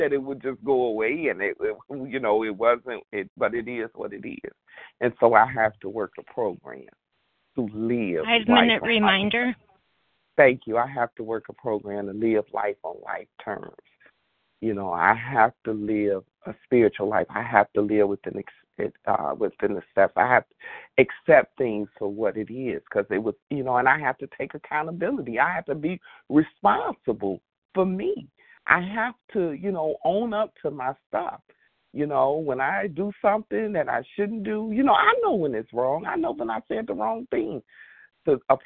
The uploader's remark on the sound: qualification from the 100 Pounders Phone Meeting